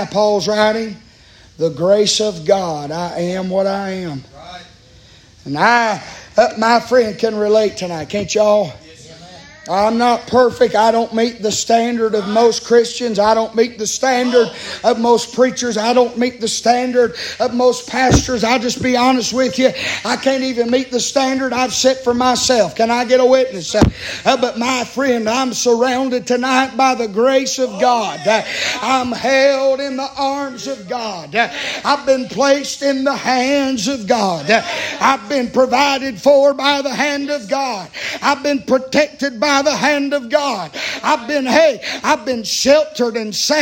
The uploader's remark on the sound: Live from Still Water Baptist Church on 4/19/23. Preaching live from Still Water Baptist Church.